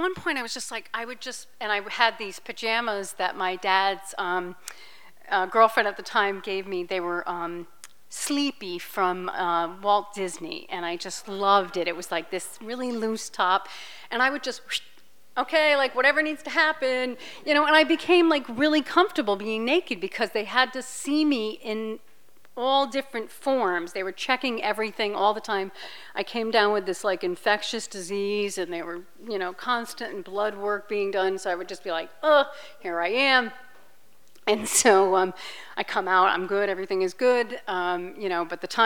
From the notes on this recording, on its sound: This event was recorded in front of live audience on August 15h at Wellfleet Preservation Hall in Cape Cod, Massachusetts.